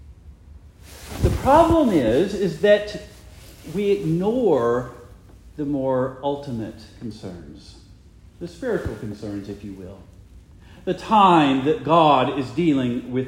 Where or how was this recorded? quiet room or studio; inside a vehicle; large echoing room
large echoing room